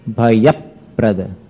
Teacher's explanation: भय का जो य में अ है वो प्रद इसके प से टकरा रहा है, टकराने को आघात कहते हैं। और जब संयुक्त अक्षर आता है और उसके पहले ह्रस्व अक्षर हो तो उसमें स्वराघात किया जाता है संस्कृत उच्चारण में।